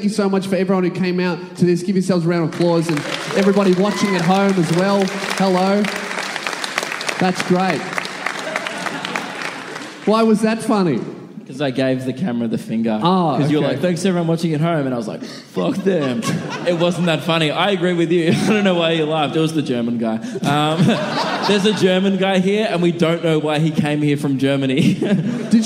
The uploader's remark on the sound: LIVE ON STAGE. Please enjoy this incredibly fucked up live show.